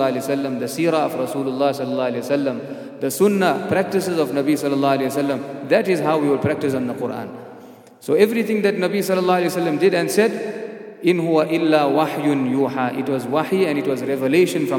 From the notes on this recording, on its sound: at the Houghton Masjid (West Street)